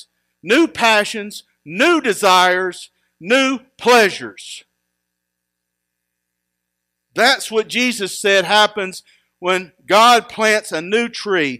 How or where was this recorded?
large echoing room